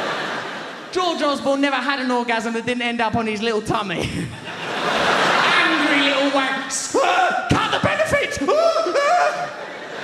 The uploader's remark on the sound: performance filmed live at London's Historic Hammersmith Apollo